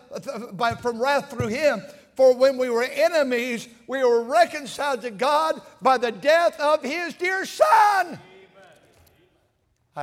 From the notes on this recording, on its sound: at North Valley Baptist Church in Santa Clara, California, during the Sunday Morning service